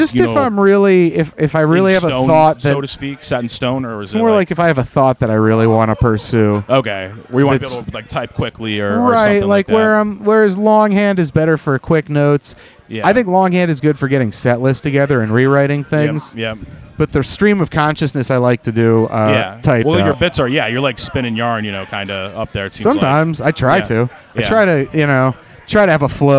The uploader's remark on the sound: recorded following the comedy open mic at Fells Point Tavern July 26th, 2022.